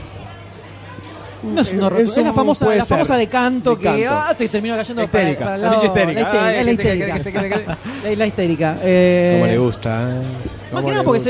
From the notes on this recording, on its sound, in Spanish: grabado IN THE FLESH, en vivo y en directo desde la PopCon 2014